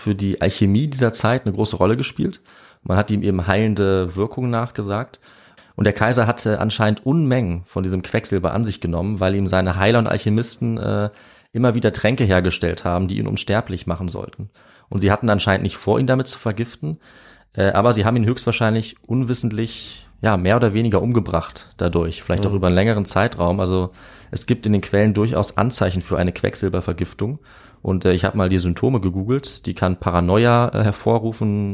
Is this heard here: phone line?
no